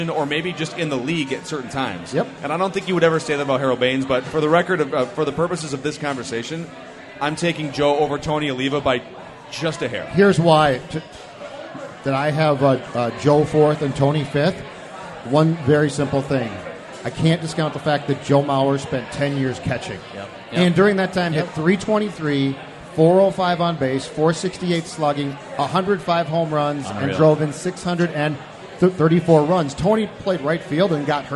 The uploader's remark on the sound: sit down at Fulton Brewery in Minneapolis